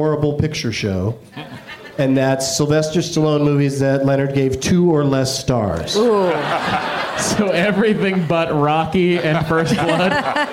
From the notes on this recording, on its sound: Live from the American Comedy Company in San Diego